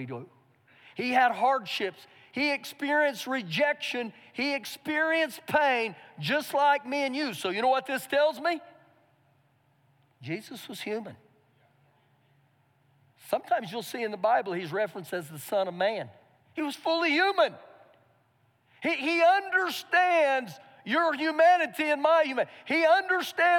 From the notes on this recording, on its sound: Recorded live during our Sunday morning service